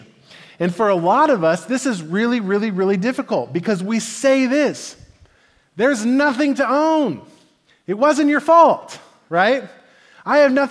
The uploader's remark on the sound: Message delivered at the Benicia Campus